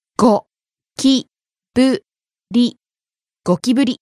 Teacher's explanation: Starting low and rising on the second syllable, き、staying high.